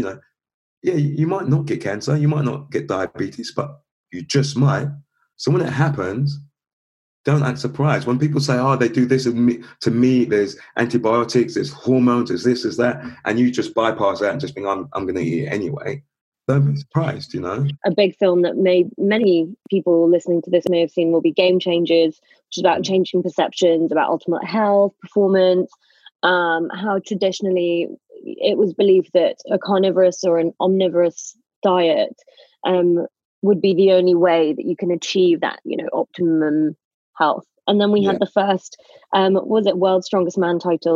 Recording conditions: video call